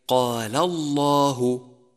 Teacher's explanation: لاحظ أن لام لفظ الجلالة جاءت مفخمة لأنه سبقها حرف مفتوح · Term: تفخيم لام لفظ الجلالة